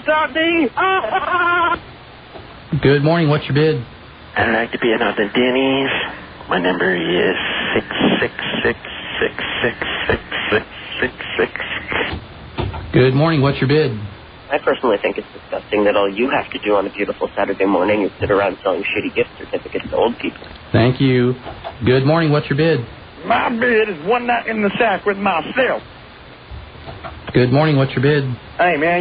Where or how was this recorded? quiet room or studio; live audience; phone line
phone line